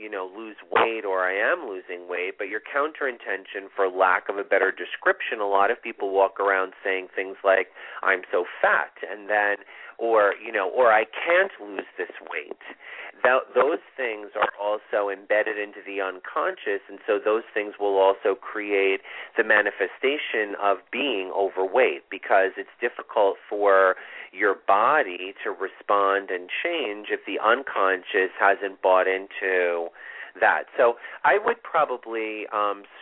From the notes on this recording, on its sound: This is a call in show.